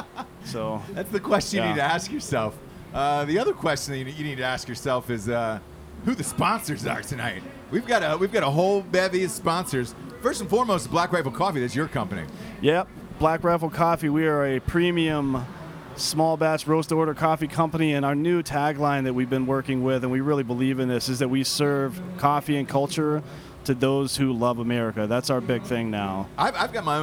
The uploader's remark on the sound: Live from the Las Vegas strip outside of T-Mobile Arena.